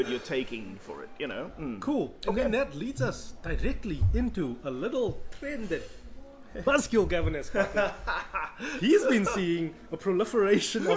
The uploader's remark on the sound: Recorded at Dunkin’ Donuts Canal Walk.